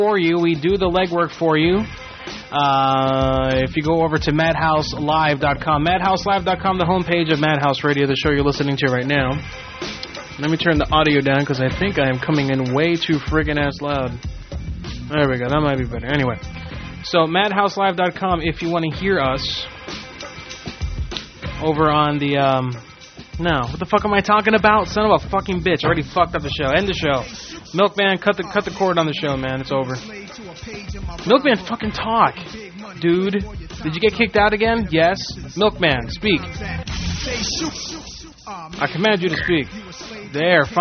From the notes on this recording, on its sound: Prank Phone Calls